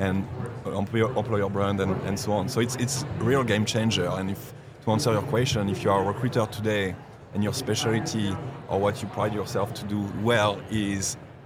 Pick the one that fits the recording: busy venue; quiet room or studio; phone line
busy venue